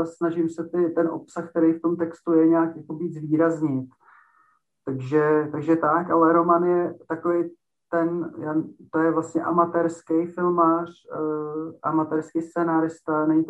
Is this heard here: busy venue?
no